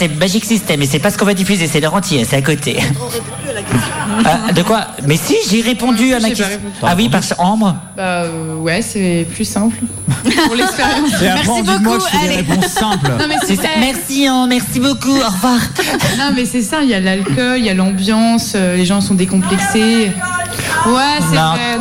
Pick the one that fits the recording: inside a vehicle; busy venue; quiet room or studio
busy venue